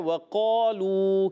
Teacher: कौफ ज़बान की जड़ तालु का नरम हिस्सा, कौफ का मखरज है